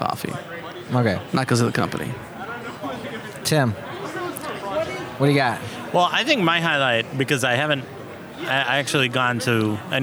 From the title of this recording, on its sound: Live at OSCON 2018 (Backstage #1)